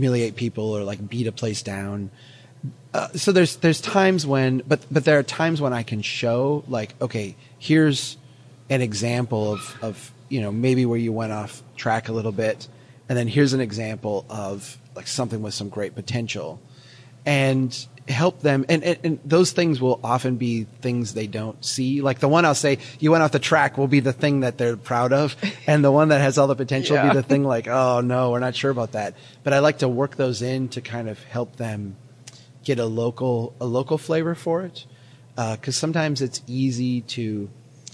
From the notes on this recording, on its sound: Reporting live from CNU24 in Detroit